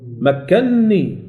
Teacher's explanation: سكنت النون الأولى ثم أدغمت · Term: إدغام كبير